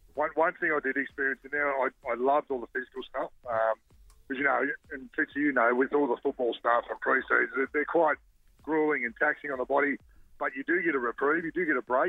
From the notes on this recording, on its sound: On the phone.